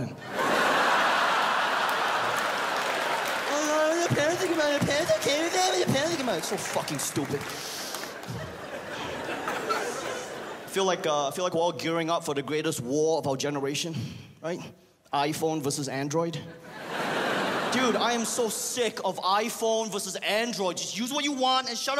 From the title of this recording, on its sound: The 2015 Melbourne International Comedy Festival Gala